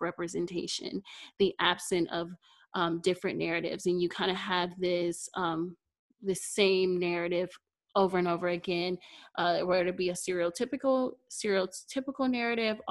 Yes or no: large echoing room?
no